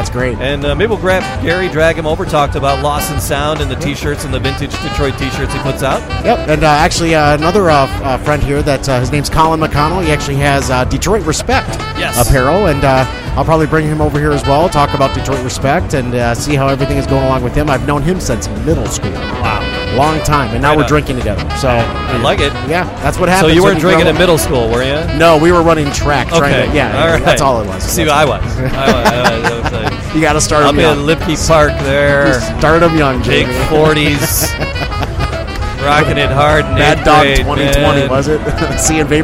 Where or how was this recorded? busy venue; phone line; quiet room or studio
busy venue